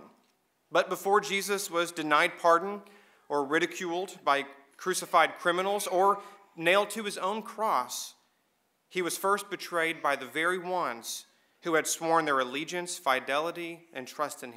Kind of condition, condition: setting, large echoing room